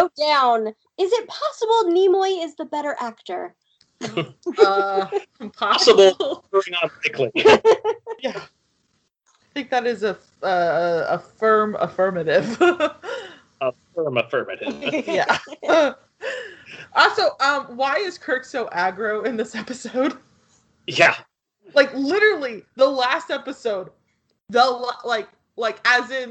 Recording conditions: poor sound quality